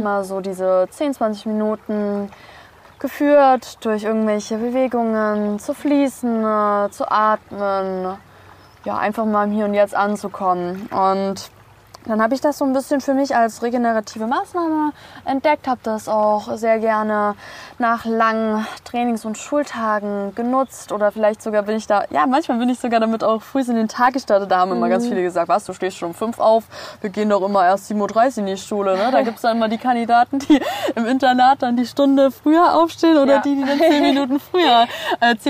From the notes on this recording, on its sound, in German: Gemütlich am Meer haben wir eine super inspirierende Folge aufgenommen